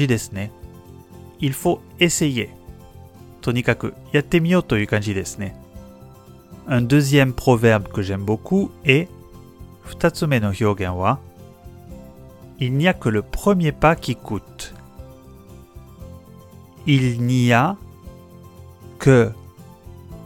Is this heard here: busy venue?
no